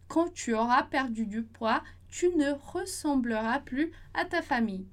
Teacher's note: a gente não vai pronunciar o S do plus, do plus, da negação